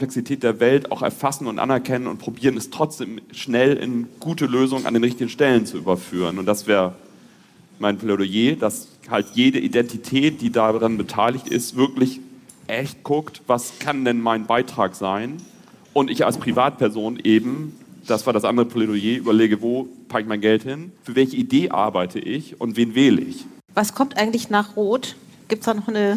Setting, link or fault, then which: setting, live audience